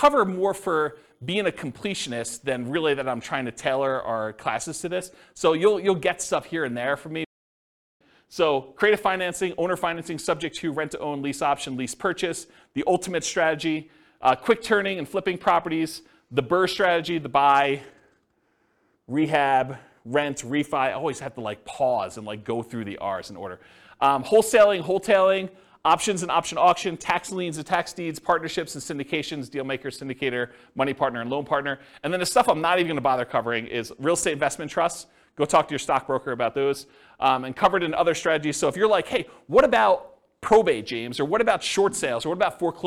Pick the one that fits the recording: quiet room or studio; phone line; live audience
live audience